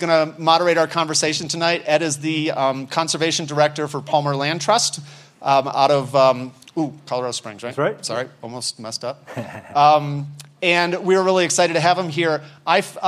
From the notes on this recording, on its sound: In front of an audience. This public event was part of a four-day seminar about the history of the 19th Century American West, which was hosted by the Aspen Institute's Society of Fellows.